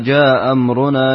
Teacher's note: قرأت لقالون بالإسقاط مع القصر